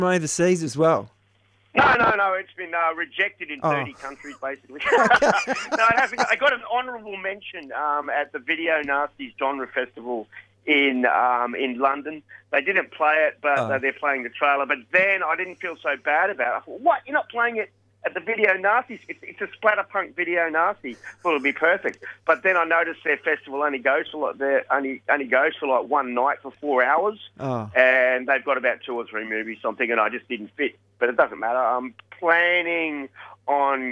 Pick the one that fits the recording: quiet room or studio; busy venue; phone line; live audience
phone line